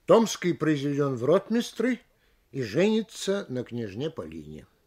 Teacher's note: Томский произведен в ротмистры и женится на княжне Полине. Делаем понижение на последнем слове. Слышна отчетливая точка.